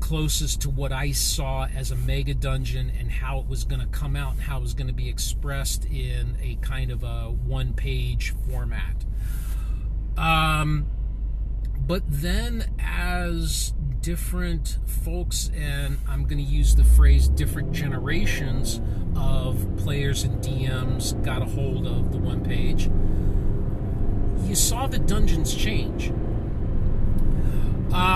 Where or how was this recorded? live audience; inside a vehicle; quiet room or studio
inside a vehicle